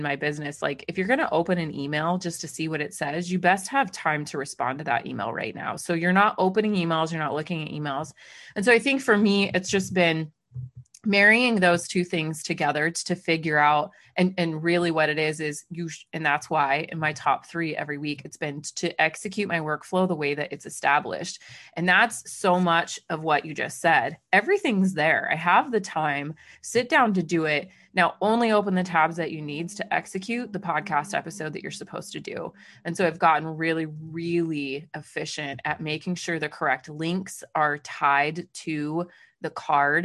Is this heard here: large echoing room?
no